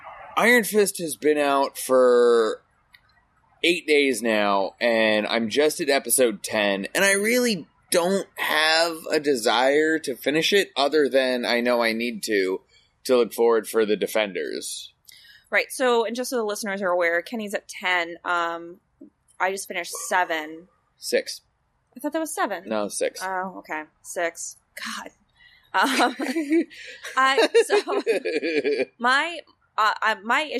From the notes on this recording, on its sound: this episode was recorded LIVE from my backyard